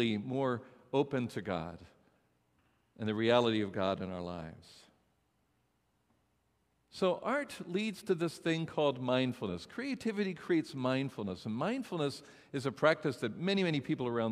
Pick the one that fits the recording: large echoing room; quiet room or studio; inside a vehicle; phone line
large echoing room